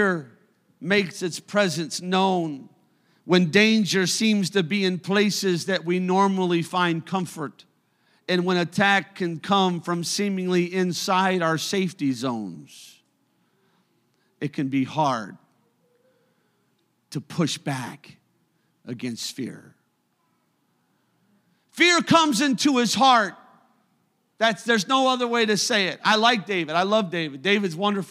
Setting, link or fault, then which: setting, large echoing room